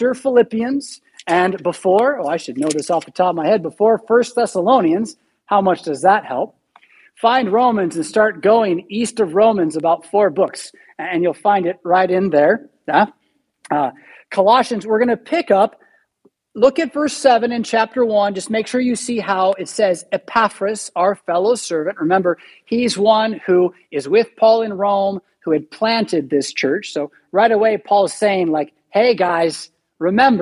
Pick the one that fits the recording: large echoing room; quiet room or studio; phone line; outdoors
large echoing room